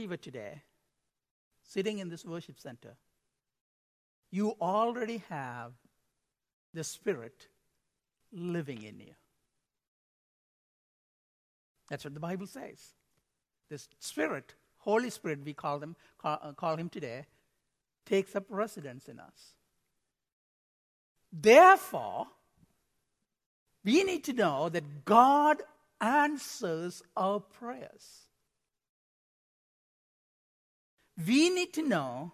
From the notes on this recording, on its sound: Midland Evangelical Free Church Sermon Audio